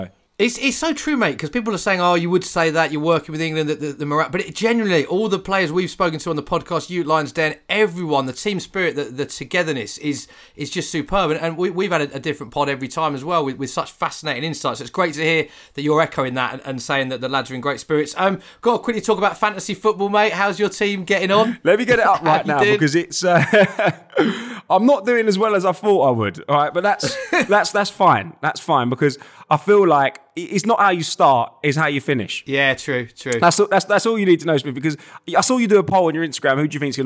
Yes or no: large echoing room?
no